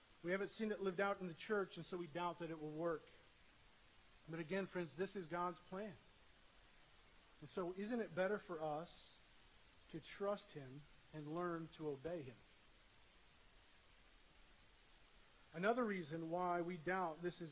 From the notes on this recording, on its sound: Sorry for the poor audio quality